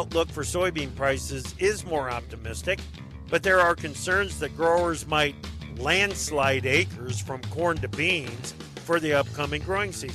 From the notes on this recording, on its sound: Our first program today features more conversations recorded at NAFB's Trade Talk event.